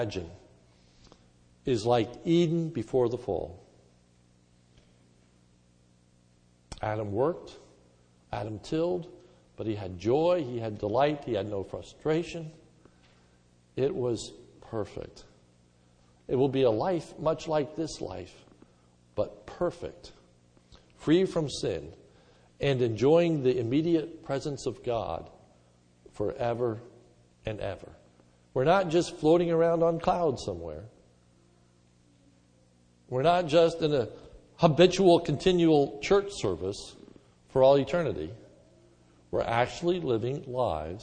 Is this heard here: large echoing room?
yes